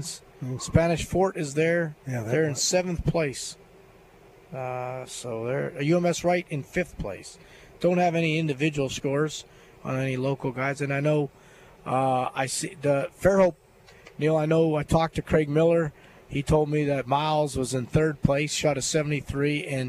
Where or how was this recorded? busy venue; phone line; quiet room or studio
busy venue